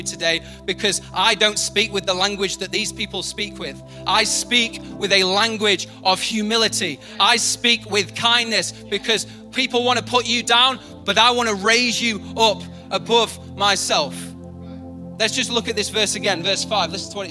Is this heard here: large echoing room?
yes